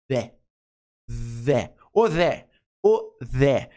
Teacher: Esse som de TH é o que a gente chama de voiced TH sound. É o som de TH vocalizado. É um som que a tua garganta vibra.